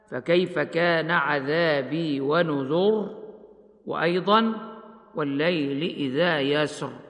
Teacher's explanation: ومعلوم أن الراء المكسورة ترقق، ووجه من فخم الراء فيهما نظر إلى حالتها عند الوقف بأنها أصبحت ساكنة بعد ضم في كلمة ونذر، وساكنة أيضا بعد فتح مفصول بينه وبينها بحرف استفهام وهو السين من كلمة يسر. ومعلوم أن الراء متى سكنت بعد ضم أو فتح فإنها تفخم · Term: التفخيم